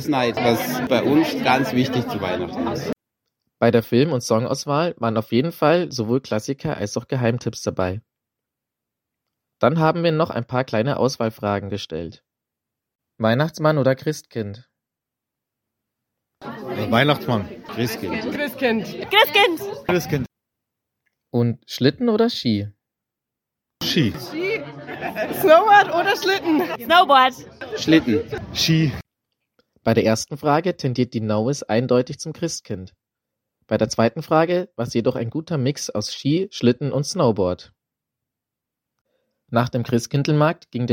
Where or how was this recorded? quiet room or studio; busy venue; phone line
busy venue